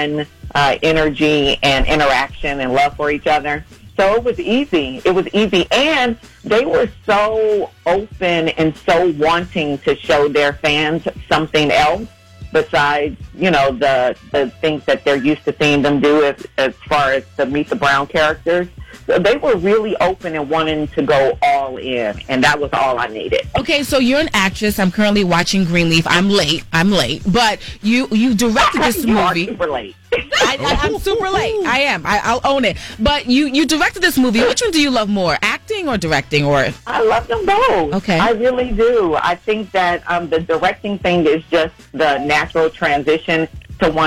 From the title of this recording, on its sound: Called